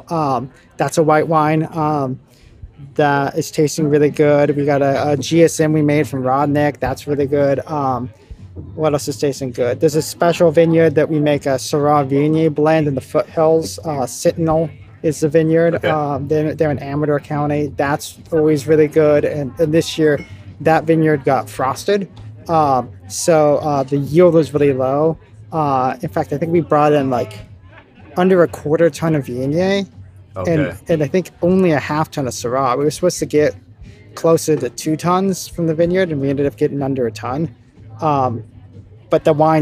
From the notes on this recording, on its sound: Interviews with some of the winemakers at the By The Way Festival November 2022. By The Way is a wine festival held regularly in Richmond, CA.